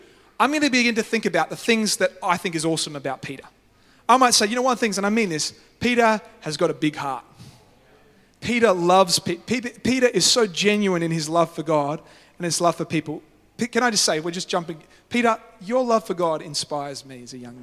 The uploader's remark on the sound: live at Freshwater Church on Sunday the 22nd of October, 2023